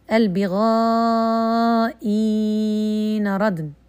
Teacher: آه، آه، أصبح فيها يعني إبدال مع المد وإبدال مع القصر فالإبدال مع المد ست حركات